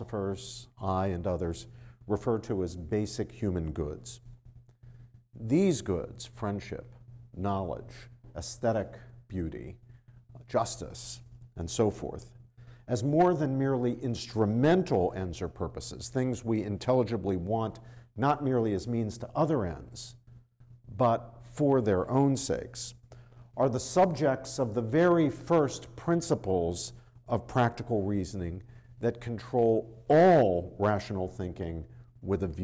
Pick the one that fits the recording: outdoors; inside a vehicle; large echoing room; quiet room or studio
large echoing room